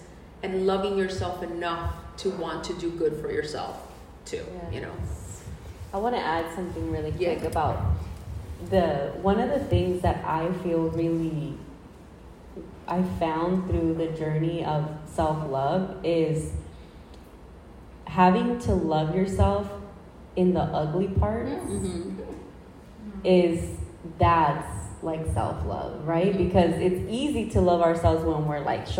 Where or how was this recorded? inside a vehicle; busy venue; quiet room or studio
busy venue